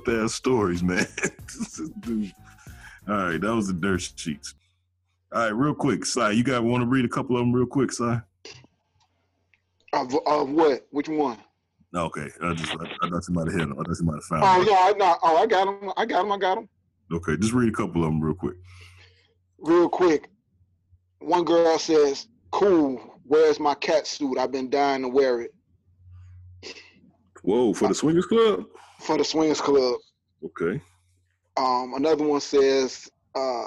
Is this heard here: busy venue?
no